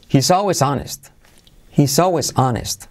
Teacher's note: Y la H no se pronuncia